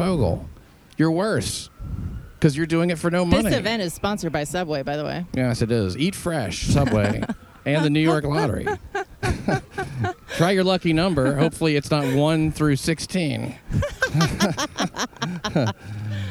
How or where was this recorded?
busy venue